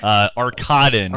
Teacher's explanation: It's actually an emphasis on the second syllable.